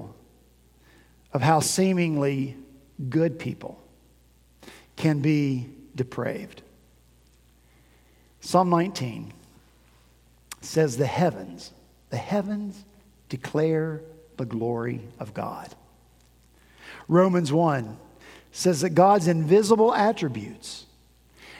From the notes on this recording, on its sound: At Redeemer Presbyterian Church in Charleston, SC